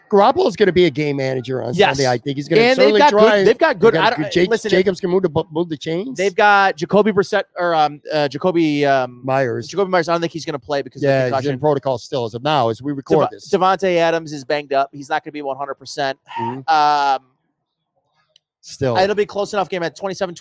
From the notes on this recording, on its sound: LIVE From Imperial Series. Shot live from Imperial Pizza in South Buffalo.